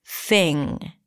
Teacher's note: I said thing without popping my g sound at the end, because it ends with an ng. So you don't really release the G here, thing.